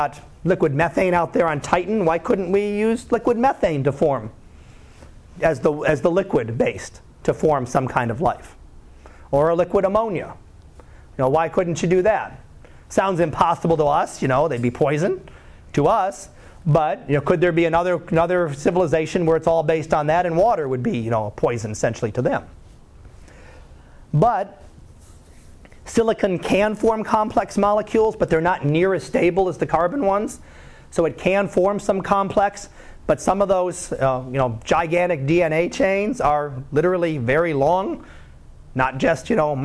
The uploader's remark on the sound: Live Class Lecture